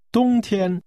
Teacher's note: This is pronounced with two high-level tones.